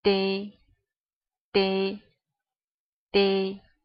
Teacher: 它和丝，很快地连在一起，是不是就出了这样一个音？对，其实它属于一个塞擦音，有点像我们中文里面说的那个字呢，就是，嗯，刺，对，比如说卡了一根刺，鱼刺的刺，那个音，对吧？把刺和 A 拼在一起，念成，切，切，切，切，切好，我们来一起试一试哈。嗯。啊。啊。bé。bé。切。切。好的，下一个哈。这个的和 a 拼在一起，这个的呢，大家可以去模仿一下，我们中文里面那个说那个大字，大小的大，大小的大，但是那个大字，那个的的那个音，它其实声带并没有很明显地震动。但是这个里面，这个的里面，这个的，声带是要很明显地震动的，嗯，去模仿一下，的，的，的，的。好，到目前为止四个字母了哈，啊，的，切，的，不是的，的的话是一的音了哈，它是 A，的，的，的这个音